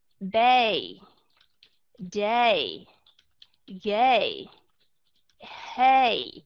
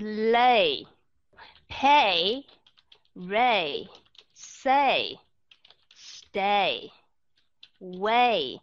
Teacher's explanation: các bạn vẫn nghe được cái âm a rất là rõ ràng nó không phải là e · Term: long A sound